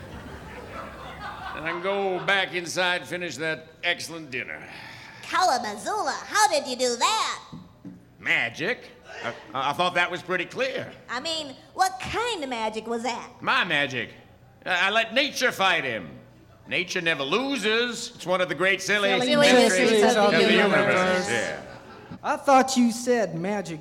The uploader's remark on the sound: recorded before a live audience